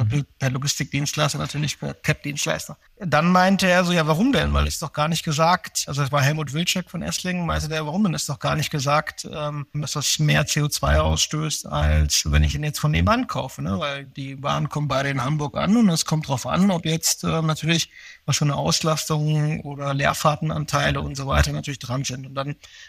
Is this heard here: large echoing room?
no